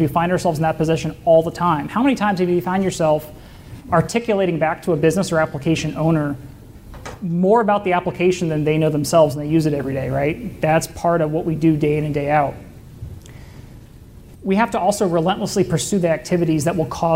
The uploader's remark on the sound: keynote presentation from the FutureCon CyberSecurity Omaha Conference